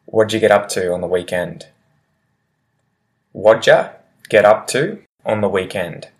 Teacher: It's this kind of combination of those two words. It just, when I speak naturally and quickly, the did ya becomes a ja